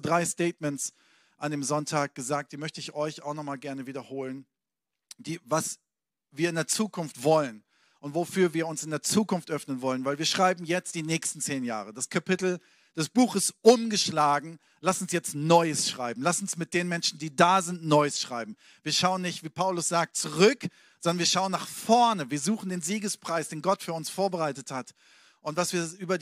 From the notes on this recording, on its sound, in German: Sonntagspredigt aus dem Standort Bochum.